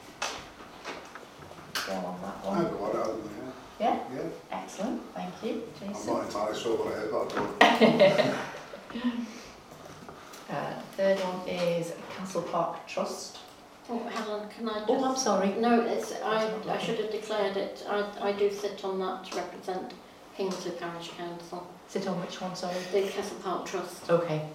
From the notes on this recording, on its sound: Audio recording of Frodsham Town Council Annual Meeting held on Monday 22 May 2023